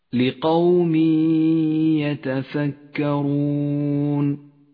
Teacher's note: المثال التالي على حكم الإدغام بغنة في قوله تعالى لقوم يتفكرون، جاء التنوين وبعده حرف الياء، ندغم التنوين بالياء فيسقط التنوين من اللفظ، ولذلك هو رمادي اللون.